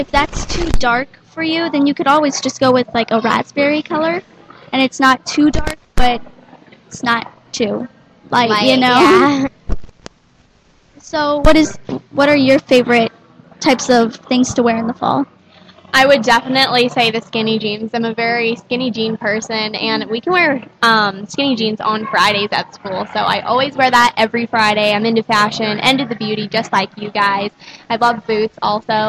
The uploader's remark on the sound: Live From Scottsdale Fashion Square and the Microsoft Store. We are broadcasting straight from the Scottsdale Fashion Square Mall at the Microsoft Store in Arizona.